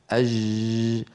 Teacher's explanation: نطق خاطئ لجيم رخوة عامية يجري معها الصوت وهذا لا يصح